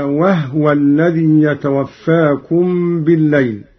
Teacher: قرأ قالون بإسكان الهاء على التخفيف هكذا: وهو الذي يتوفاكم بالليل.